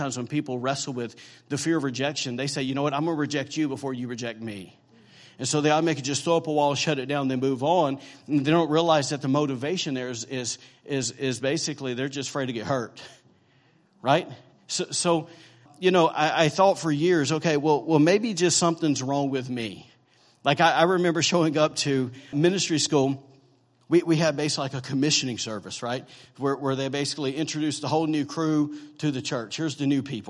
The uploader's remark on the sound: was recorded on Sunday, December 17, 2017, during morning service at Celebration Life Family Church